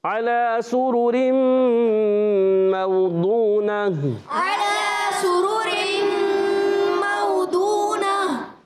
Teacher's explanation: وقف بالابدال مع الحا، کیونکہ گول تا کو ہا سے بدل دیا